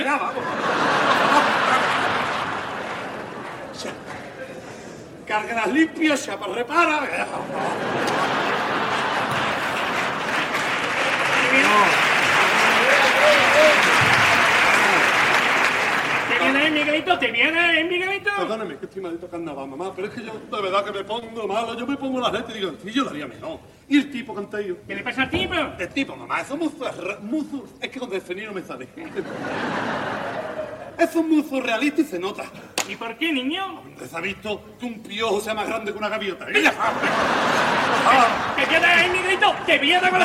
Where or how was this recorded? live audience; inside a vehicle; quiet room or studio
live audience